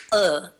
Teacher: uvular affricate, which is kh. It's more in the back